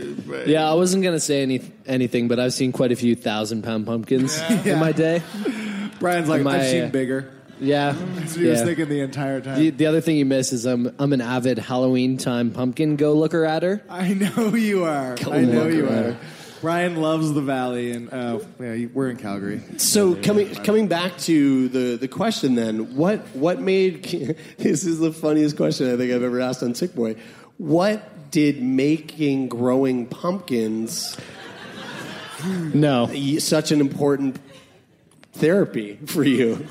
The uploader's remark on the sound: This week on Sickboy we're LIVE from SAIT in Calgary Alberta!